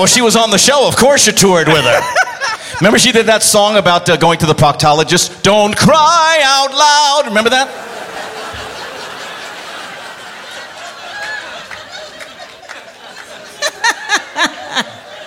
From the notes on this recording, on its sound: Live at the South Point